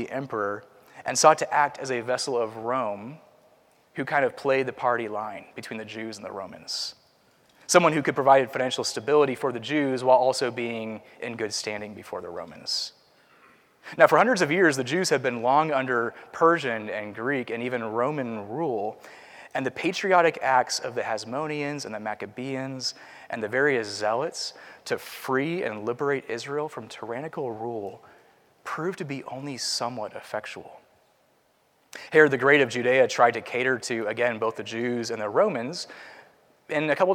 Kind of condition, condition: setting, large echoing room